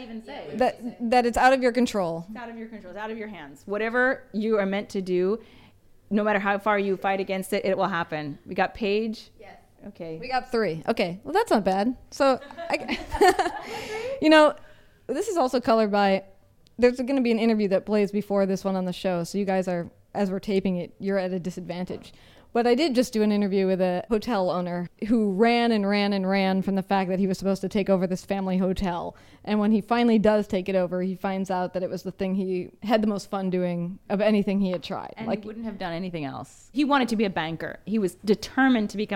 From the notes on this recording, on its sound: Second live show, recorded at The Beehive Hotel & Hostel. Second live show, recorded at The Beehive Hotel & Hostel.